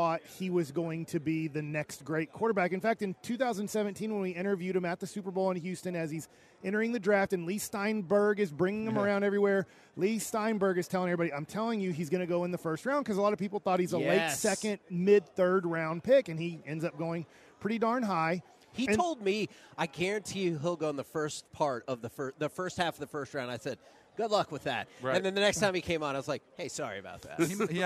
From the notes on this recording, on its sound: LIVE at Radio Row in Las Vegas!